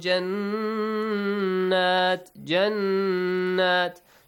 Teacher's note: Noon Mushaddad will be pronounced with an extension and a nasal sound.